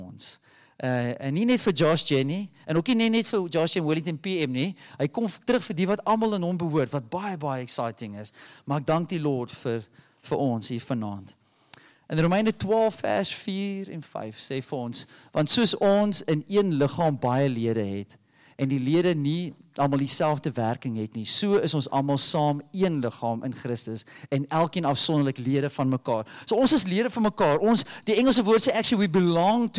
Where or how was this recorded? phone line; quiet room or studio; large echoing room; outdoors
large echoing room